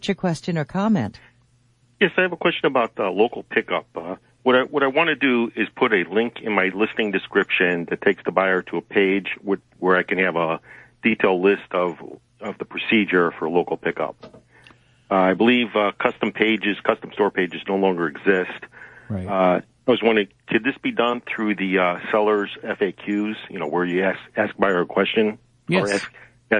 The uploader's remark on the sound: Open phones, Contact Us email and more.